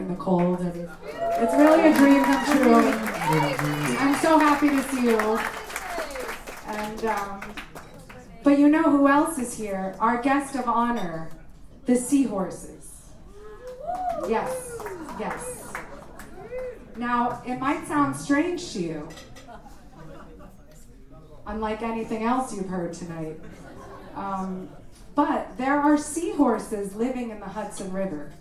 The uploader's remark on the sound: Live At City Vineyard